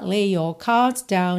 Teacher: lay termina em Y, your começa em Y, é claro que você junta num som só